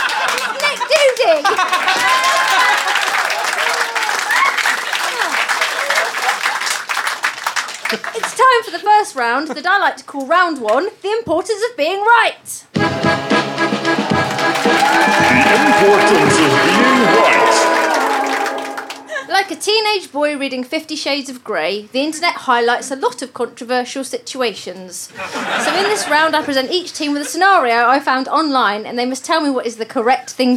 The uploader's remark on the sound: recorded at the Pleasance at the Edinburgh Fringe 2012